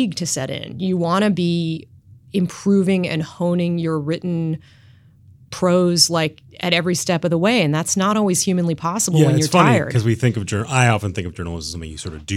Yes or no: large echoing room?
no